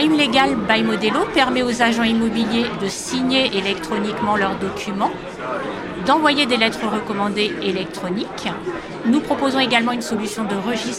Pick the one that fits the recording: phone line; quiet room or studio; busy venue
busy venue